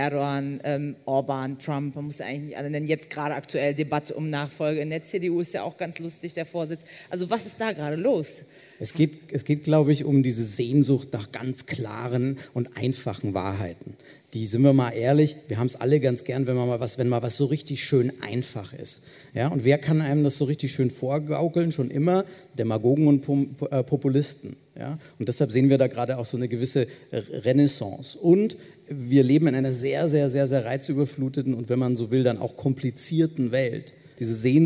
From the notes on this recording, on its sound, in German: mit Gästen beim Podcastfestival im Hamburg diskutiert